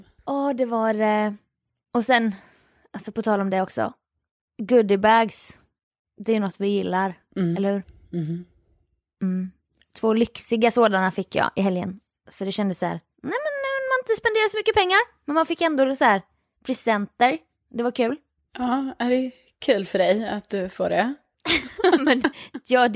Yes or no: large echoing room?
no